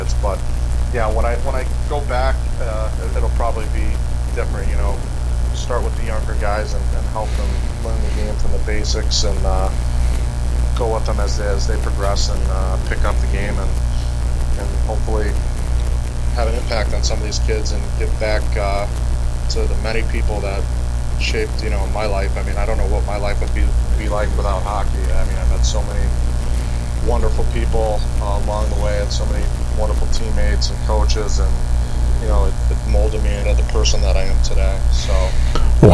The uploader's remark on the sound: Some audio difficulties